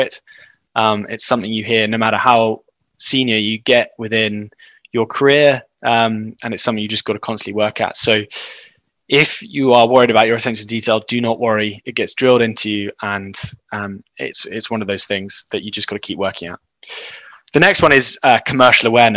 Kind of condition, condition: link, video call